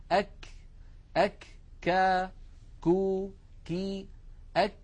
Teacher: التصقت بالحنك اللحمي وبالحنك العظمي معا · Term: حرف الكاف